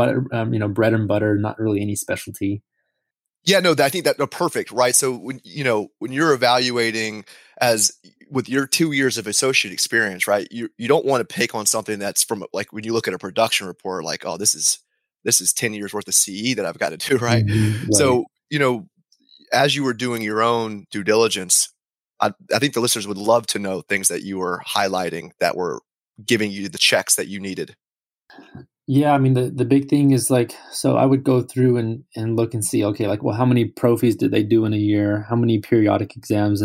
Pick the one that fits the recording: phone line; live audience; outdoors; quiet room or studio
quiet room or studio